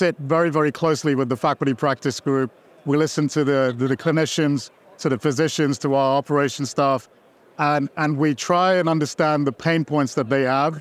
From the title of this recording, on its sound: Special Episode LIVE from the floor of Becker's